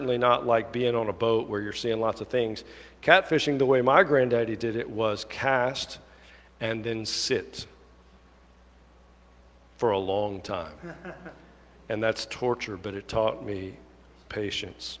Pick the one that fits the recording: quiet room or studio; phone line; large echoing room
large echoing room